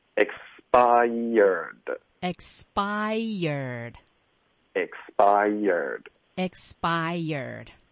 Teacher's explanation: 了。我们需要的是 bai，先来一个双元音 bai，后面再来第二个音节。Yard，它会带一点 year 的音在它的开头，expired。OK，这个规律在很多的字上都会出现。然后这是一个非常好的一个例子，所以比如火，fire，它其实是两个音节，很多的学生都喜欢发成 fire，那这样对方听到的时候可能会听成什么 fair 什么的，不会想成是火。 tire, tire, liar,lion，就很多的这些 i 后面再带一个儿化音，这个都是这个规律的，一定要分成两个音节。所以还不能读成拜尔，对，它不是拜尔。对，拜尔的这个发音会导致一个比较重的口音，然后非常影响你说话的清晰度。啊，大家已经，我看大家已经 get 到您的点了，就中间要加一个小耶的音。对，分成两个音节。